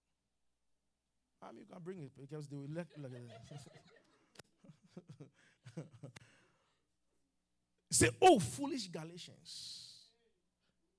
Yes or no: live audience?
yes